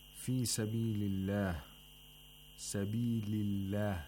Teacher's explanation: The lam of Allah is pronounced with tarqiq because it's preceded by a letter with a kasra.